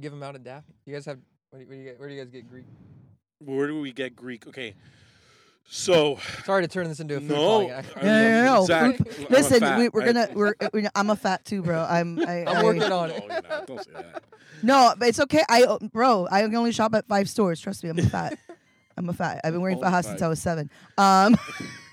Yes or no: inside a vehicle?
yes